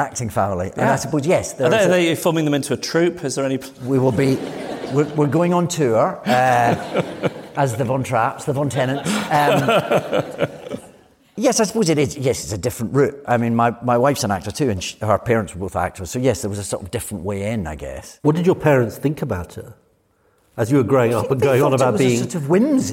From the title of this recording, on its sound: Live at the RSC